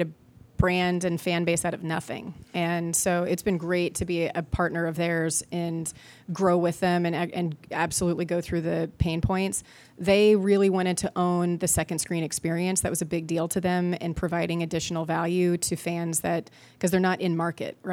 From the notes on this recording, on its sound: Recorded live at Nissan Stadium, home of the Tennessee Titans, during the 2023 Sports Innovation Summit.